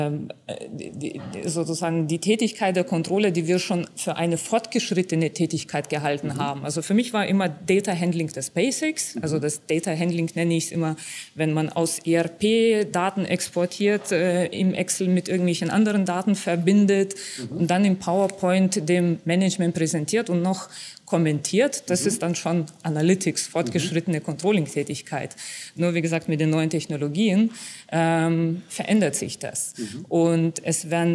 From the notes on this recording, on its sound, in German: Congress der Controller in München. Der Performance Manager Podcast war live vor Ort und hat auf der größten Controller-Fachtagung in Europa mit den Who‘s Who im Controlling geredet.